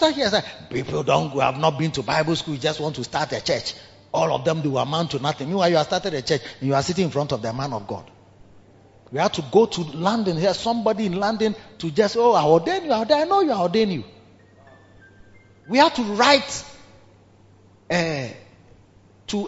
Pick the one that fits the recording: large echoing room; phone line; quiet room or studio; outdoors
large echoing room